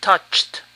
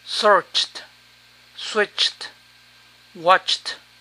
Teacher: Cuando el verbo termina en che, la terminación suena a te, t.